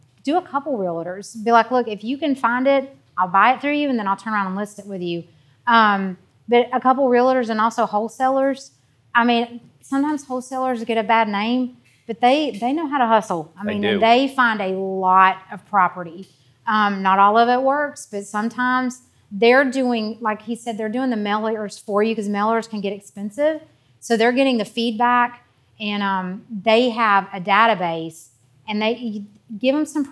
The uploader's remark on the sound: This episode is the first of a series of podcasts taken from a time of Q&A at Happy Home's first community meetup.